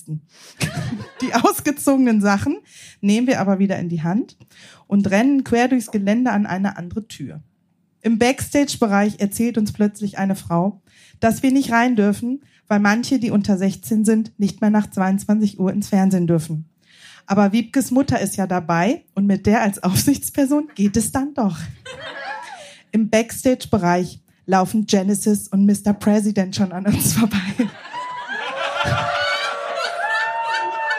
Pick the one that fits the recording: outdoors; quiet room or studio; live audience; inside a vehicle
live audience